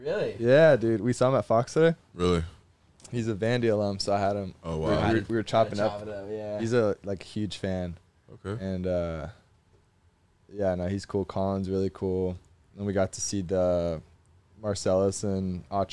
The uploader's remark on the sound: in the truck